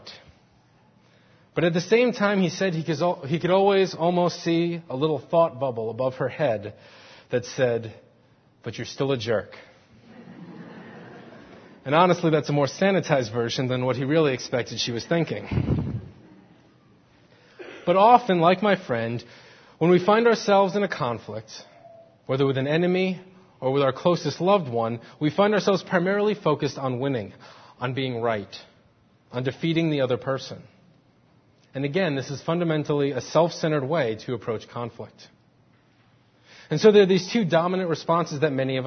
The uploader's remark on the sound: Faith Presbyterian Church – Morning Service